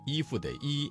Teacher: 嘴微张成扁平状，舌尖抵住下齿龈，舌面抬高 · Term: 声母一